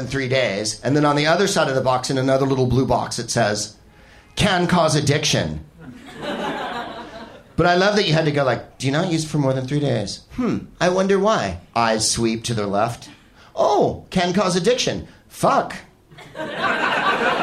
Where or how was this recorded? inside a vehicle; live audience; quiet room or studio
live audience